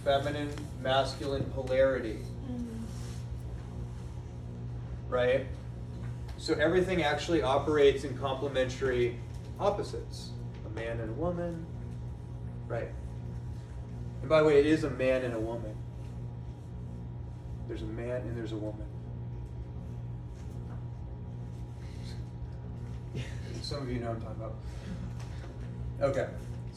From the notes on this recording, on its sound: This was a recording of a live presentation. To a dynamic audience in Austin, TX in 2021 at his house while he was living there.